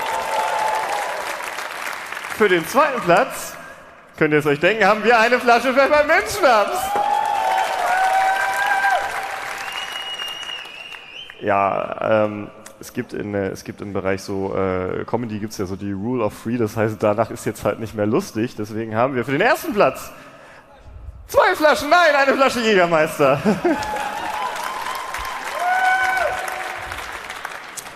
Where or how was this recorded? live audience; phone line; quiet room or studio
live audience